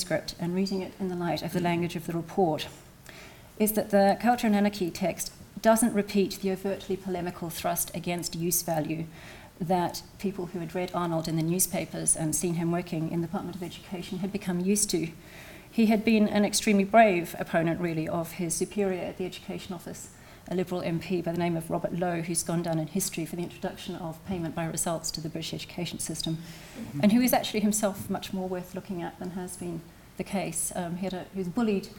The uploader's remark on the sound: gives a talk for the Oxford Humanities Research Showcase conference